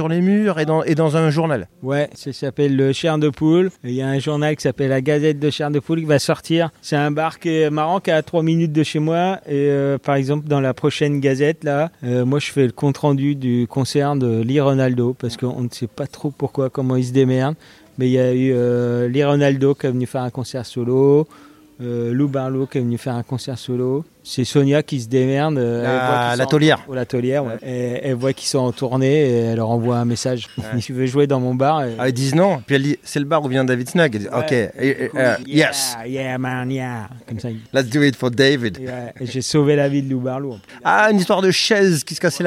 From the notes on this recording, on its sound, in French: au festival de bande dessinée de Colomiers